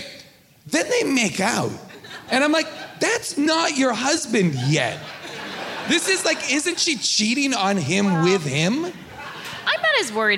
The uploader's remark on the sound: Recorded live from Austin, Texas.